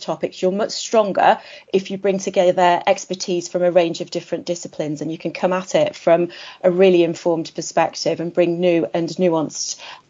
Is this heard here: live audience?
no